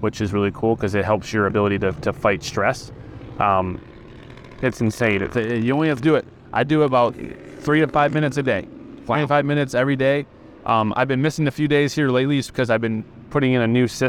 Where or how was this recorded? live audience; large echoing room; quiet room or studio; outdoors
outdoors